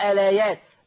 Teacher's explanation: الآيات برضو هحرك اللام بحركة الهمزة فتصير لام مفتوحة فتصير آيات.